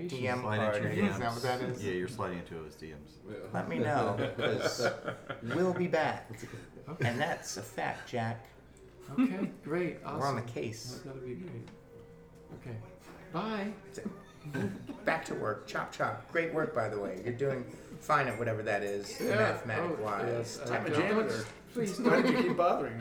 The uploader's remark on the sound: Live from CondoCon